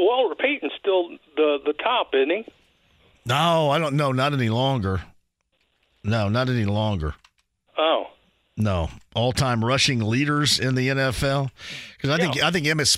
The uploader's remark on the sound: He then opens the phone lines and takes some calls! The show keeps going with some phone calls on a variety of subjects!